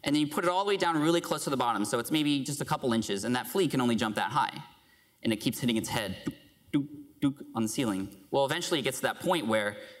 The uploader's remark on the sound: Podcast Movement 2015 Opening Keynote